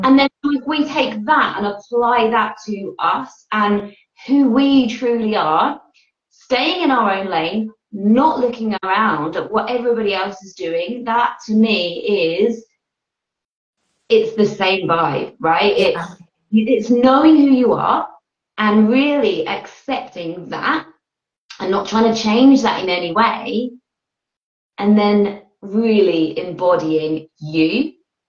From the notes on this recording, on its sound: Welcome to the recording of this Instagram live